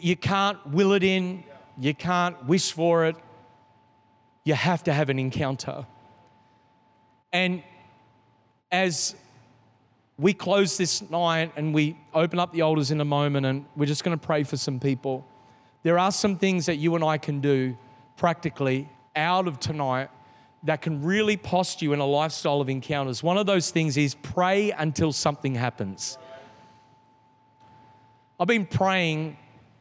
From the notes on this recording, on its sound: This is the message from the 3rd night of our Three Nights of Fire. Recorded in the 5pm service on Sunday, 23th October 2022.